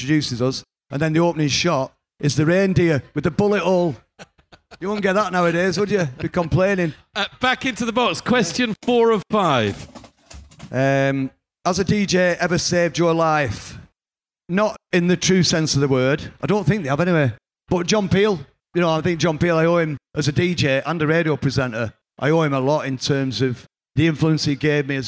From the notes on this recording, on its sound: LIVE from 'Vinyl Adventures’ at Freight Island in Manchester. In this episode, recorded live.